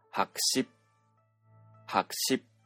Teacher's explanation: と第8声の構造なんですが、実際の発音では、1文字目の音節が転調して、第4声に転調して、白紙、白紙のように発音します。高い位置で、えー、詰まるように発音をする第8声は、中くらいの位置で、えー、詰まる発音である第4声に転調します